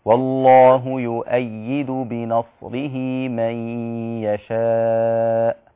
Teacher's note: ما فيش مد في بنصره، هما حركتين اثنين بس